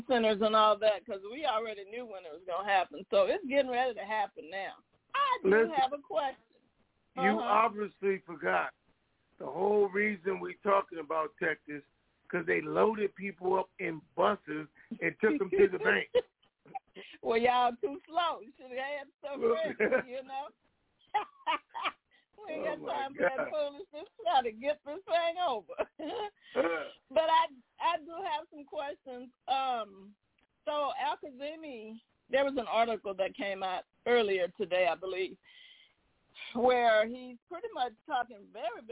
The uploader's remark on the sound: TNTSuperfantastic Conference Call